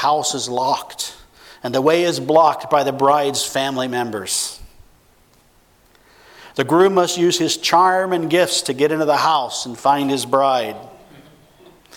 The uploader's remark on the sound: 2015 Missions Conference: Friday Evening Session.